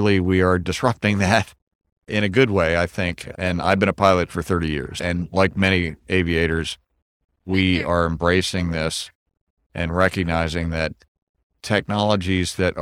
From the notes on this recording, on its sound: Short podcasts taken from the show floor at XPONENTIAL 2022 in Orlando Florida.